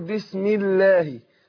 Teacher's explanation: سبقها مكسور فرققت لام لفظ الجلال